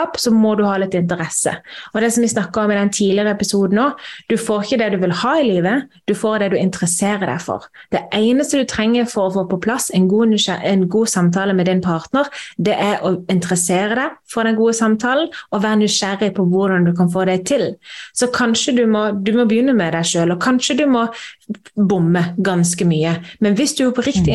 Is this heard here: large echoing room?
no